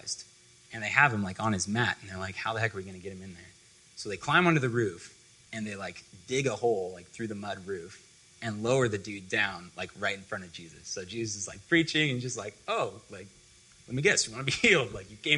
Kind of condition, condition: setting, live audience